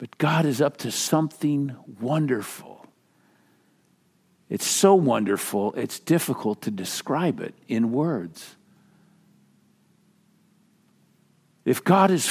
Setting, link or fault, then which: setting, large echoing room